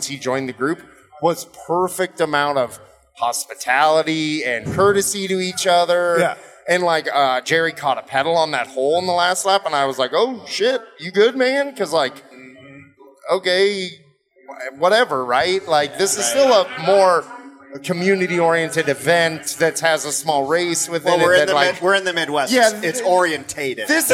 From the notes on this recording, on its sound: This show was recorded after the race at Limestone Brewery in Osage, IA.